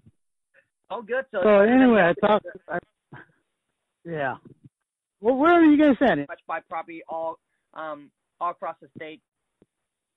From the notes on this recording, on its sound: Recording Call With Motivated Seller. Here is a recording call that I have with a seller that accept my 450K offer.